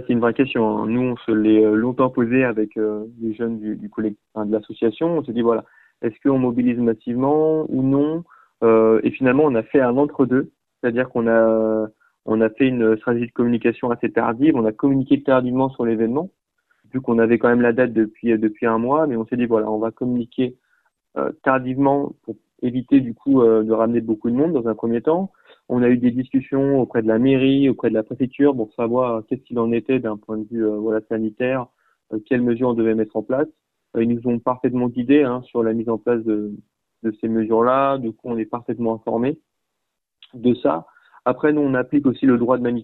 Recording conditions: phone line